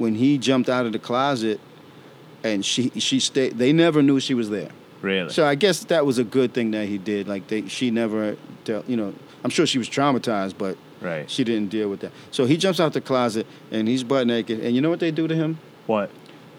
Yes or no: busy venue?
yes